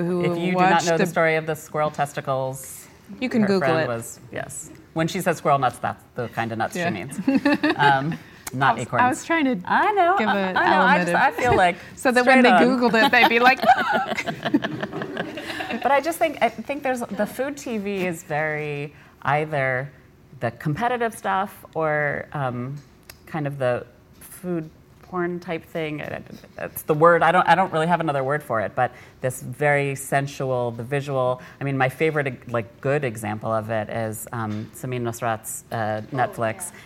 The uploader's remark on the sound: At a live event with us. An audience Q&A.